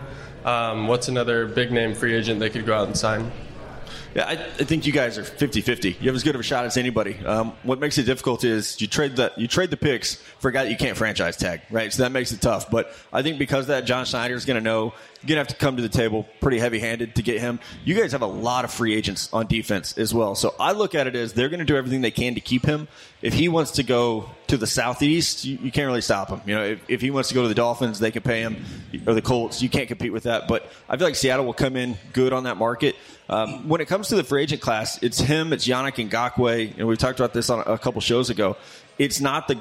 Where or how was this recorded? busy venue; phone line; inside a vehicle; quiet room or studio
busy venue